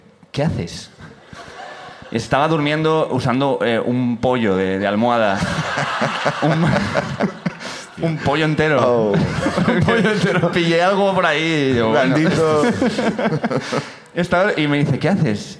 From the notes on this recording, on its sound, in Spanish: La Ruina desde Sant Feliu de Guíxols. El público del Festival Salat nos cuentan.